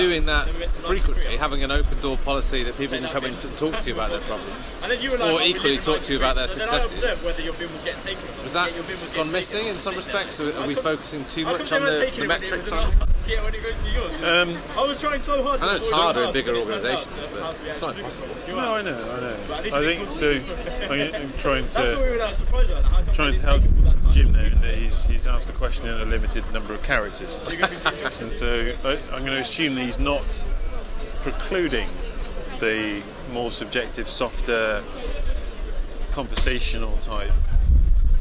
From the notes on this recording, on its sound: From The Black Friar, London, UK. Brave the cold outside one of London's oldest pubs.